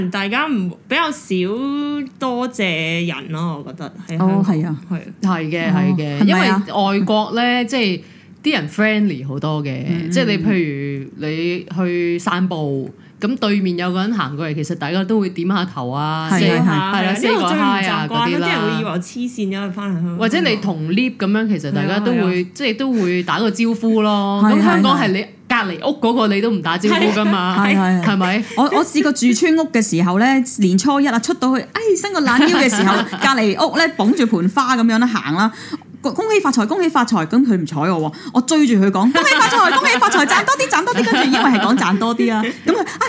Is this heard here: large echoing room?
no